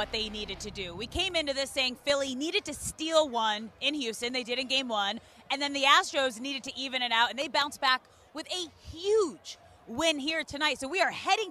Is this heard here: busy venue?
yes